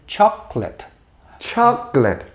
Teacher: เขาก็ดรอปตัวก็คือไม่ออกเสียงสระตรงกลางออกจากช็อกโกแลต